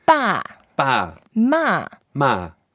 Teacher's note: The fourth tone is the angry tone. Angry Chinese. You go down. Just like ouch.